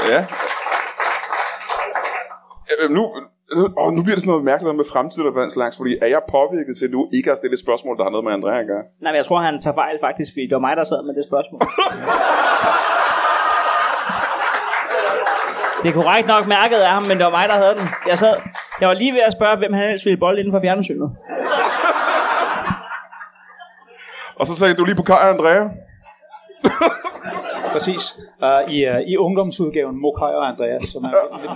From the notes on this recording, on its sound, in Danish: LIVE fra Kolding. Optaget foran et levende publikum på Tobbers i Kolding. Optagelsen er et par år gammel men blev kasseret da vi mente at lyden ikke var i top.